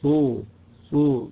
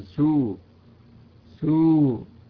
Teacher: البعض أحيانا يفخم السين فتصير صادا · Shown in: first take